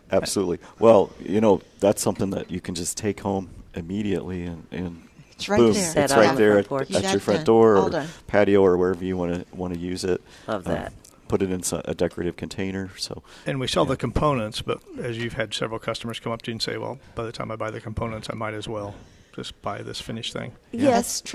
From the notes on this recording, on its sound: Live at Prairie Gardens.